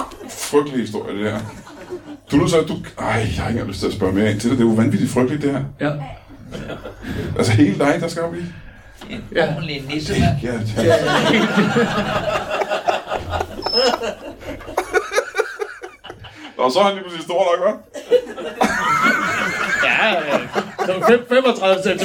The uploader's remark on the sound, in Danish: LIVE fra Roskilde.